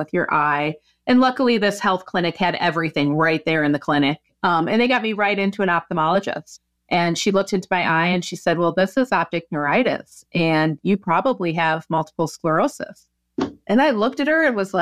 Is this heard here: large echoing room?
no